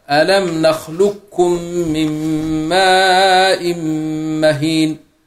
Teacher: أدخلت القاف في الكافي فبقيت كاف مشددة · Term: إدغام بلا خلاف